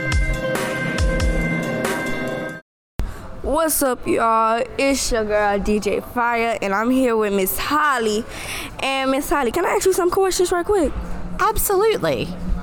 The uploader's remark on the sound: Then, we went to the Louisiana Children's Museum and recorded with families about their traditions.